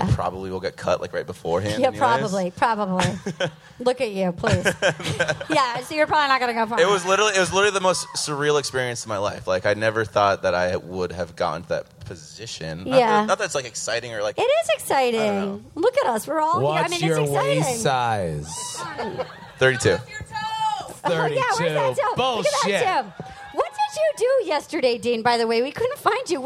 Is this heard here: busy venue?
yes